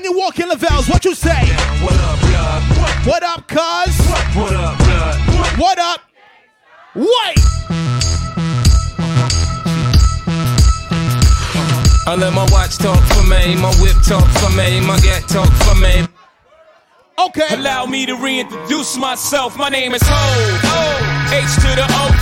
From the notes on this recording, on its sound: Going Away Party Live Aduio. This is the official going away party audio.